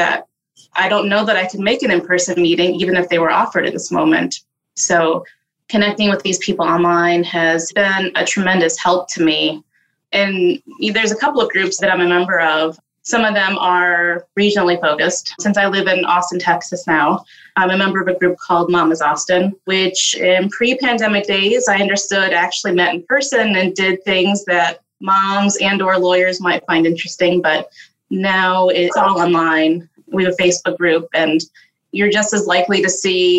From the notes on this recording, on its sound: recorded zoom edition